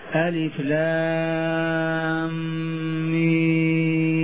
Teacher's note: بإدغام الميم في الميم مع الغنة